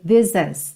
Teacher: É como se fosse um casamento do this has com o this is, que você não ouve bem o H, mas o A continua. Então, você não tem is totalmente.